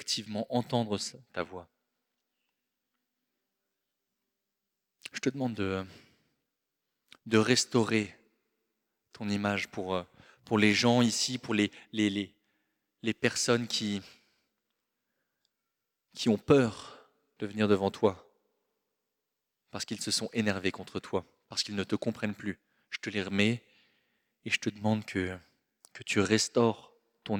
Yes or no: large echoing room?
yes